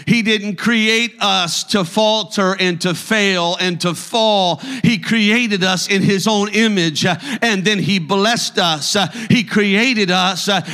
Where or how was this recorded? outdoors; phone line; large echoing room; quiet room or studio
large echoing room